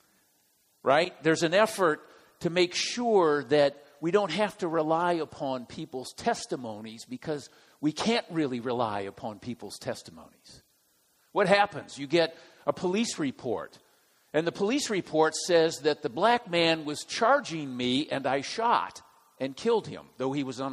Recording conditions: large echoing room